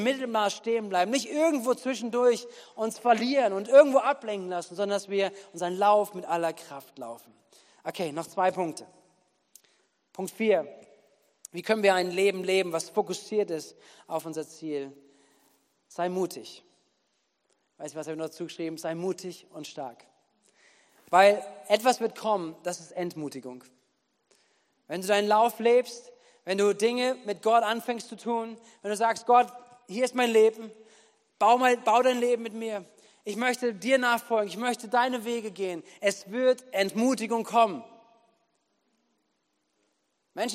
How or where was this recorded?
large echoing room